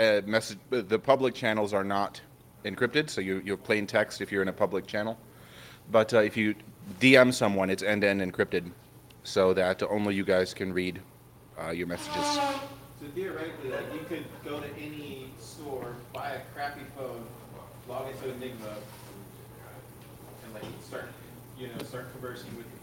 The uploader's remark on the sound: Go full pleb in Austin, Texas. Pleb Broadcasting Service was broadcasted from Austin, Texas. In front of a live Pleb audience.